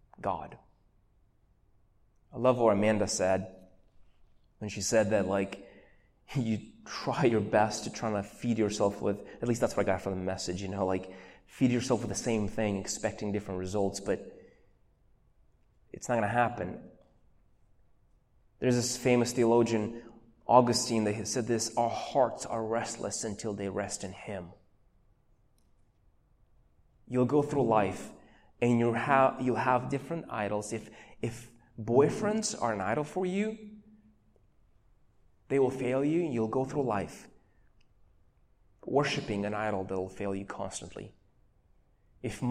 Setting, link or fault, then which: setting, large echoing room